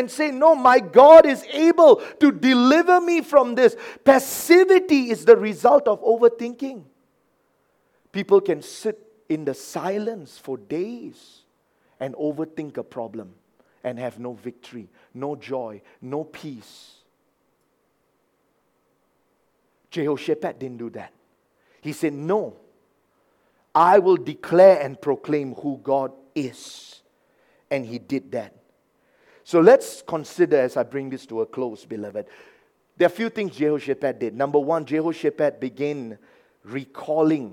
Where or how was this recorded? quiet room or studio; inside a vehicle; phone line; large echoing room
large echoing room